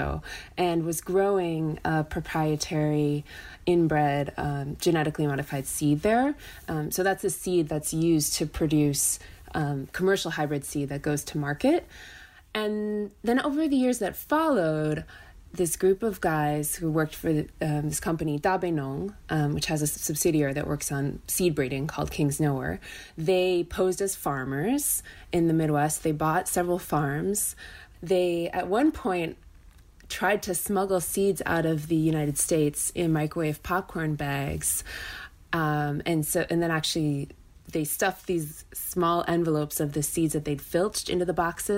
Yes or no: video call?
no